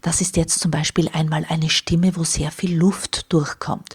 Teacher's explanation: Bei zu wenig Druck schließen die Stimmlippen nicht ganz und zu viel Luft entströmt. · Term: verhauchten Stimmen